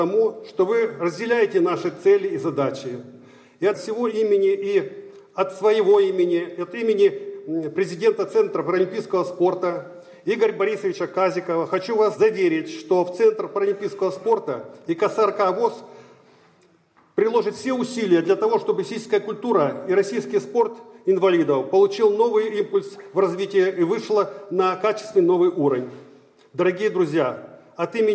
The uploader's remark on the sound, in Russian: В санатории ВОС «Солнечный берег» в Геленджике прошёл Физкультурно-оздоровительный фестиваль «Сильные духом!». Аудиозаписи выступлений участников церемонии закрытия фестиваля и некоторых номеров концертной программы.